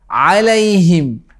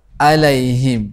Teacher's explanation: The last word begins with the letter ayn, alayhim, not hamzah, alayhim. · Shown in: first take · Make sure there is a compression at the throat when pronouncing عين.